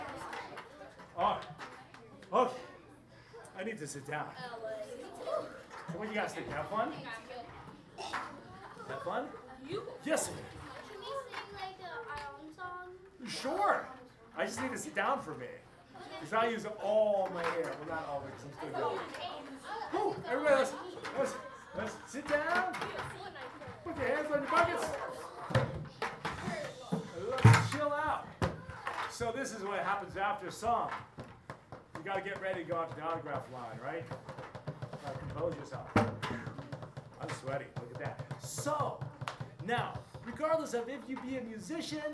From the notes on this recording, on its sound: Recorded live at the 5th grade music class at Matula Elementary. It's the bucket drum orchestra.